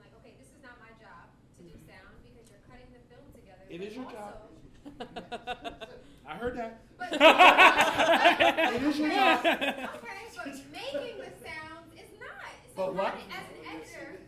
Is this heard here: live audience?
yes